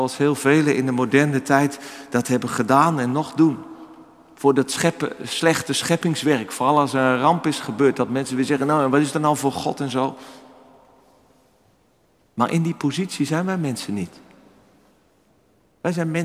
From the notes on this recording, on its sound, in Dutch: Opgenomen op 14 januari 2024 in de Noorderkerk te Amsterdam